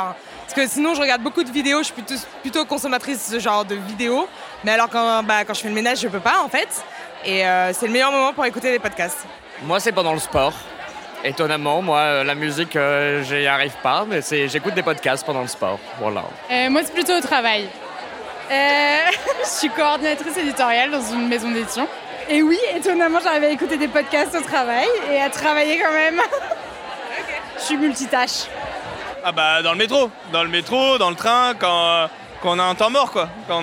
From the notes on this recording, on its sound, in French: À la fin de l’épisode, on tend le micro à nos auditeurices pour recueillir leurs meilleurs souvenirs d’écoute des Couilles sur la table . Cet entretien a été enregistré en public. Au Trabendo (Paris, 19e).